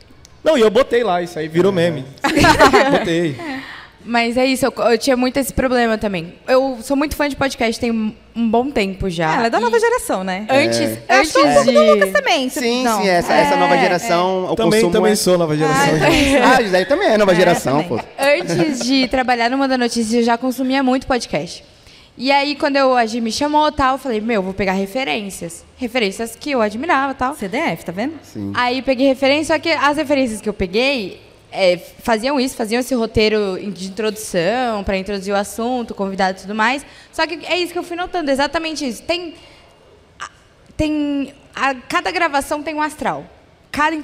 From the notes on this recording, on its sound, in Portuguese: AO VIVO. Esse episódio do podcast foi gravado durante o Festival CultCom, que tem o apoio do Sesc Campo Limpo.